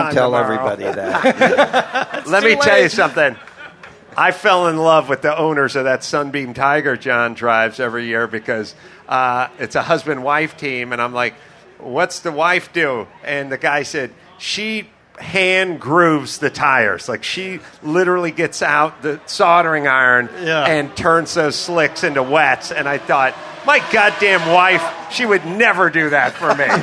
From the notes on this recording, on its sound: live from the Nissan exhibit at the 2018 Rolex Monterey Motorsports Reunion